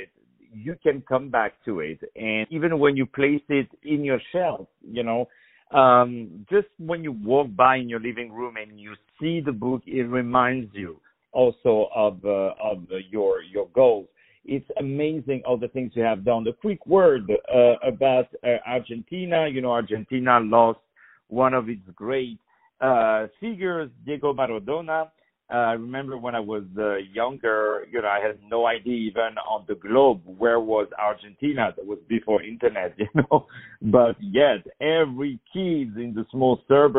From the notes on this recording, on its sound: On the phone.